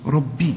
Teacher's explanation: الراء مفخمة والباء يعني تكون اكثر رقة لانها مكسورة